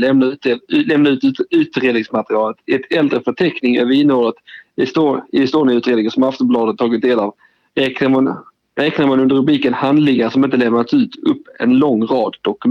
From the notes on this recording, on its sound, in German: I studion. Per telefon.